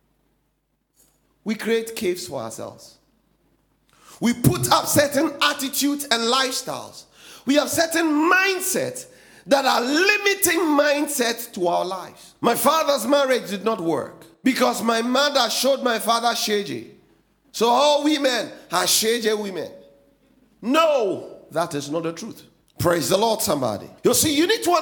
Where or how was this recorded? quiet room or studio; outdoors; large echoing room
large echoing room